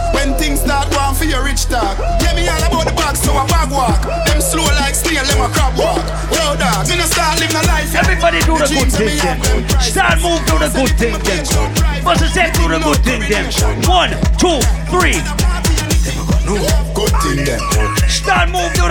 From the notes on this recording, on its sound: Live audio recording of my set at Island Saturdays on Nov 26th.